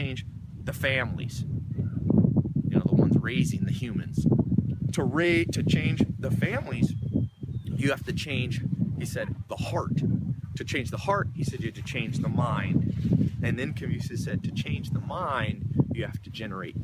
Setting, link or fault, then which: setting, outdoors